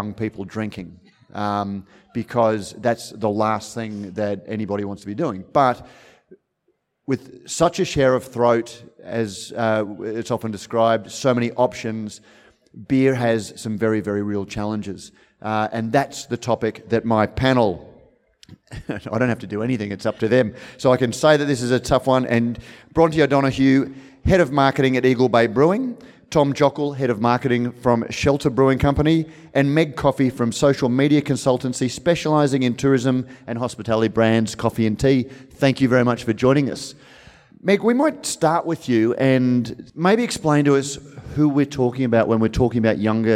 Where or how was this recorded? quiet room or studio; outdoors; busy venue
busy venue